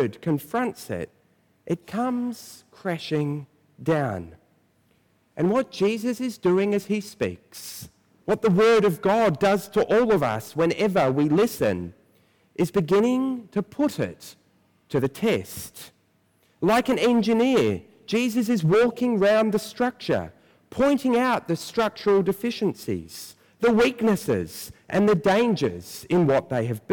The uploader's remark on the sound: preached at First Church on Nov 1